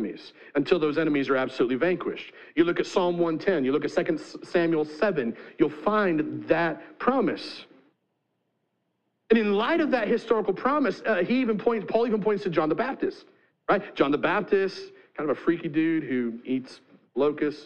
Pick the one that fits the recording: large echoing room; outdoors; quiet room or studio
large echoing room